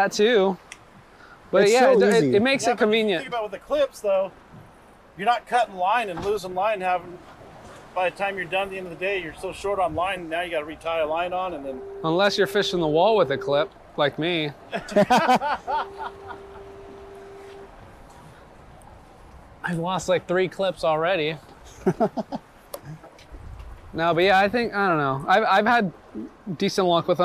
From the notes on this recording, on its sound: Recorded while fishing the LB Wall!